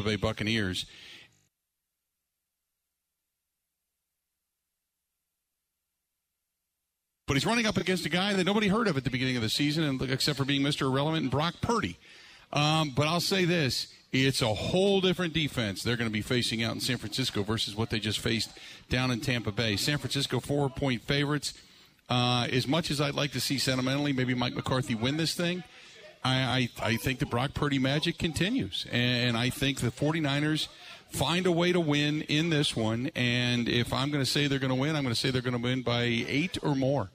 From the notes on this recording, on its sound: live from the Root River Center in Franklin